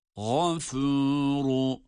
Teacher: Gayn kalın, fe ince, ra yine kalın.